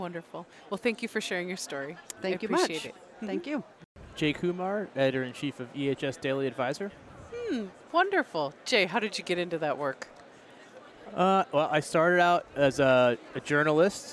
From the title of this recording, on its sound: Live From ASSP Safety 2023